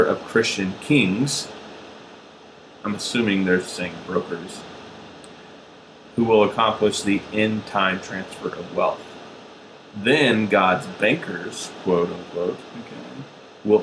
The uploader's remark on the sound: We had Major Technical Difficulties, and the sound quailty is awful.